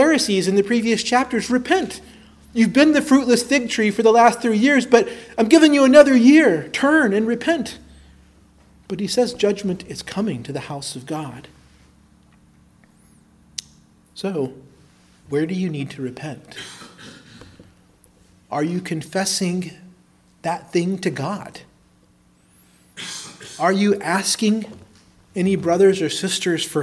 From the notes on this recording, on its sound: preached at Christ Our Savior Baptist Church